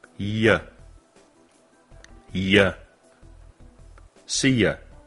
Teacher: Pero el you se dice muy débil.